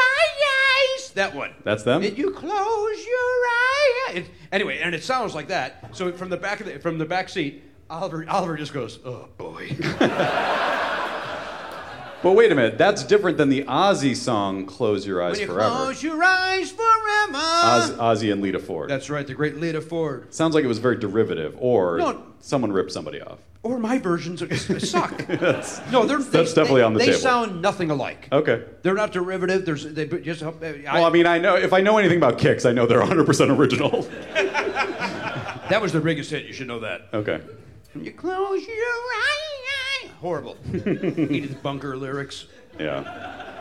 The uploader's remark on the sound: Perform live at the Middle East. Recorded live in Cambridge, Massachusetts.